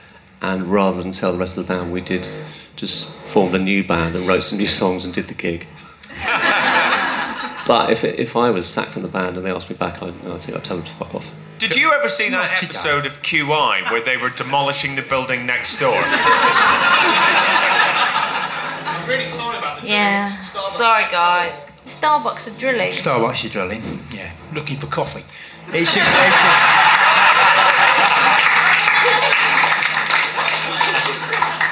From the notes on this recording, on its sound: recorded at the Phoenix in June